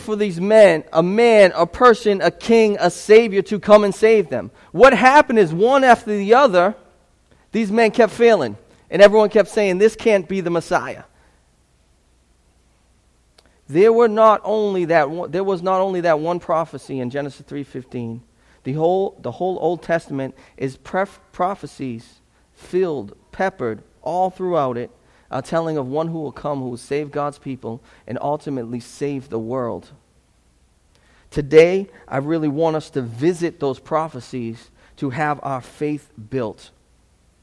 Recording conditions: large echoing room